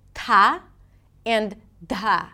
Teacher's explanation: these are the aspirated dental T and D